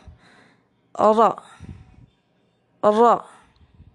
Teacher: ra ini makhrajnya ada di punggung lidah atau hamparan lidah. Di atas pangkal yaitu di atas di atas kaf dan e, sebelum nun. · Term: makhraj huruf ra